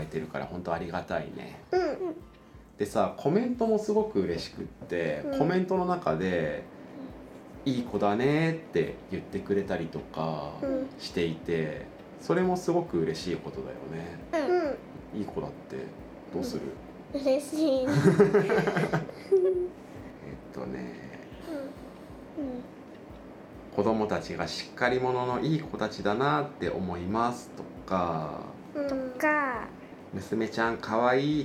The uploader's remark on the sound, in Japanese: 子どもとの3人収録